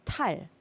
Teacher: And so when Koreans say 달, to English speakers, it sort of sounds like T · Term: 디귿